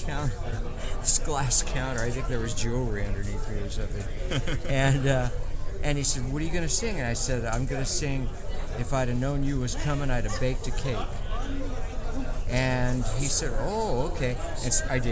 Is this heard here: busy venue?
yes